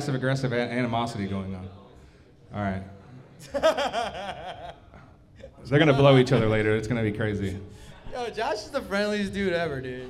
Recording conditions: live audience